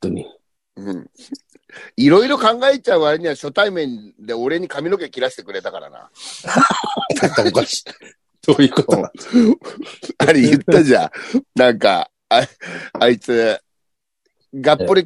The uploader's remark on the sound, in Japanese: ZOOMで収録